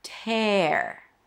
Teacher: It's a T sound, an A, so drop your jaw and bring the tongue up for the R, only at the end.